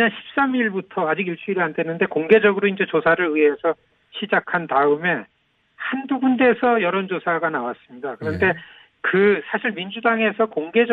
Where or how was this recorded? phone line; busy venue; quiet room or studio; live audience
phone line